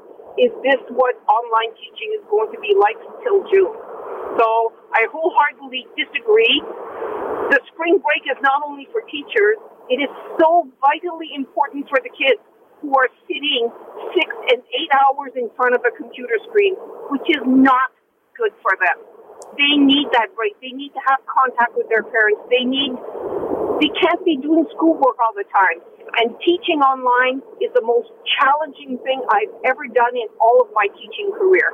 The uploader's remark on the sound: Listeners call in with their opinions on the biggest stories of the week. Zoomer Radio.